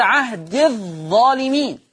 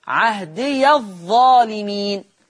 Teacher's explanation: طب ورش يقرأ وصلا بفتح الياء · Shown in: second take